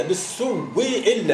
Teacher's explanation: ابدال الهمزه من جنس حركه ما قبلها ثم ادغام ما قبلها فيها · Term: الإبدال مع الإدغام